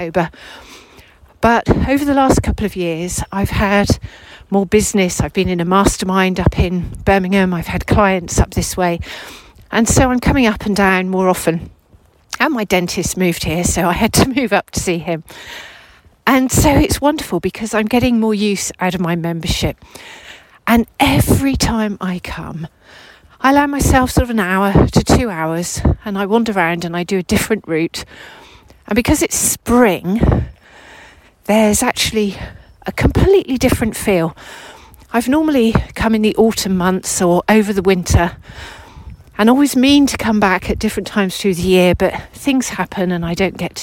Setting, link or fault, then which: setting, outdoors